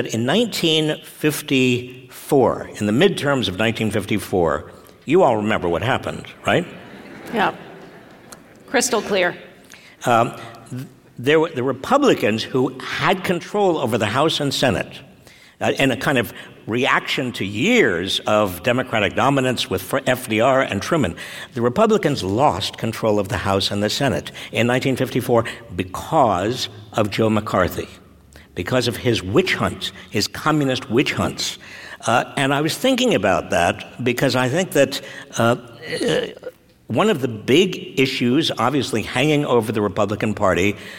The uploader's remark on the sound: Today we share with you our discussion before a live audience at the San Francisco Arts and Lectures series.